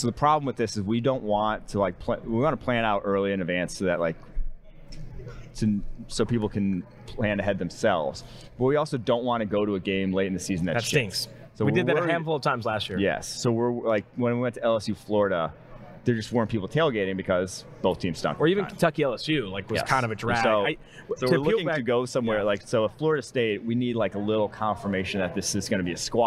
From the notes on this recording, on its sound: Mailbag and Trivia edition live from Super Bowl LVI.